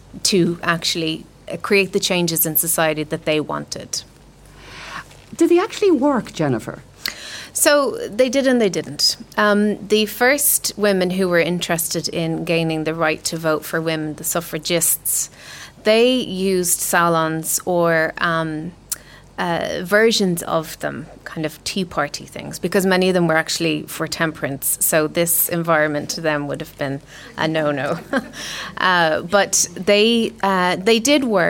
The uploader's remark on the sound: This week's podcast was recorded in The Irish Times as part of Culture Night in association with the Herstory movement.